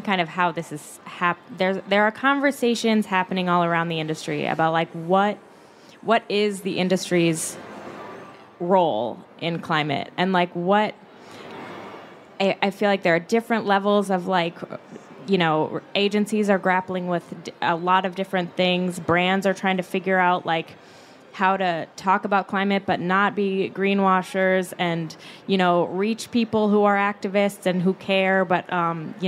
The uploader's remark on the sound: Climate Activism at SXSW. Recorded live on stage during the festival this March.